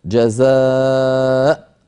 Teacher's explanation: ففي الوصل نقول جزاء الظالمين، وفي الوقف نقول جزاء بهمزة ساكنة